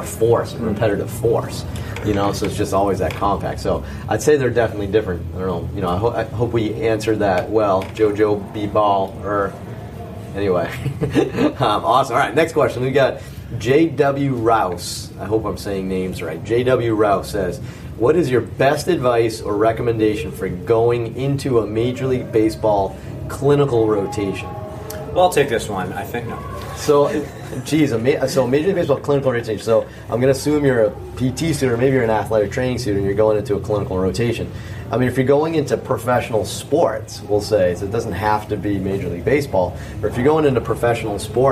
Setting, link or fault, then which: setting, live audience